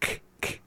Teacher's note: the K sounds come from just more in the center part of your mouth